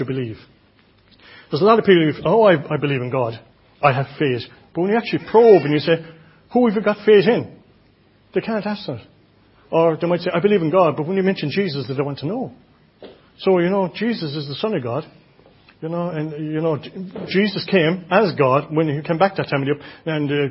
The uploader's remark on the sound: Audio recording of the Sunday morning Bible Teaching. Enniscorthy Christian Fellowship, Enniscorthy, County Wexford, Ireland.